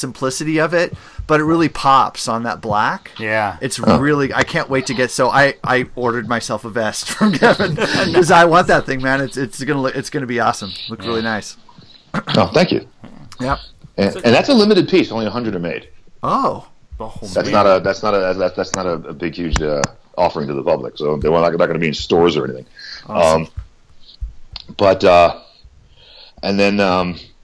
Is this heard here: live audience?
no